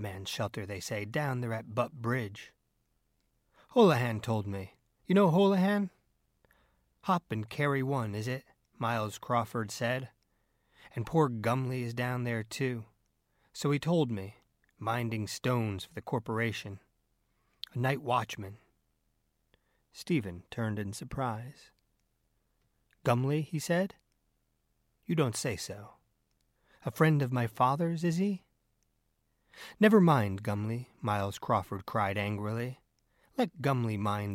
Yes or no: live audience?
no